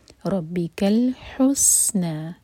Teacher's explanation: سین پر سیٹی کی آواز اور ہوٹ گول نہ رہے ہیں. حق پر جو دمہ ہے اس کے لیے ہمارے ہوٹ گول ہوں گے، لیکن سین پر جب آئیں تو فلیٹ کر لیں.